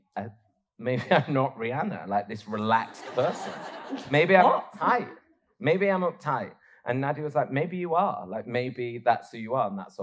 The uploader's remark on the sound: live from the Happy Place Festival